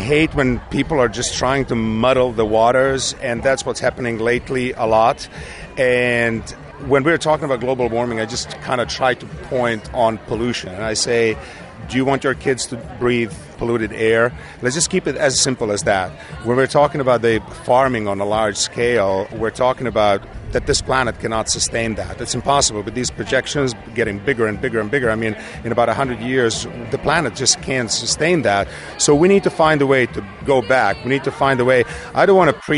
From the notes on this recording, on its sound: We are Live on the Red Carpet at the legendary Paramount Studios in Hollywood, CA